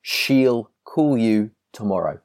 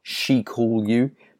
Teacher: Make sure you really pronounce that L at the end of the word · Shown in: first take